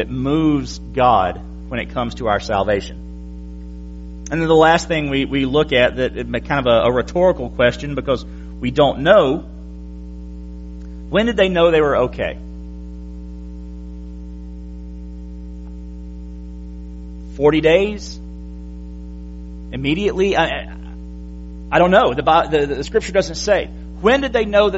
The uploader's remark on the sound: January 22, 2017 PM Service